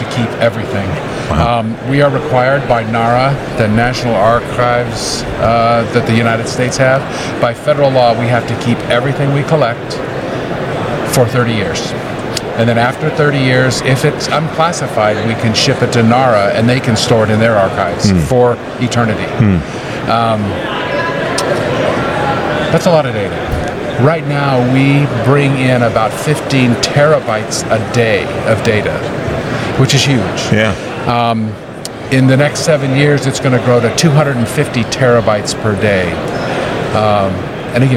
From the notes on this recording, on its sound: This podcast was recorded at GEOINT Symposium 2023 , hosted by the US Geospatial Intelligence Foundation, in St. This podcast was recorded at GEOINT Symposium 2023 , hosted by the US Geospatial Intelligence Foundation, in St.